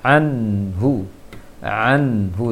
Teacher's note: Anhu seharusnya jelas, karena bacaan nun sukun yang tidak dengung harus jelas dia.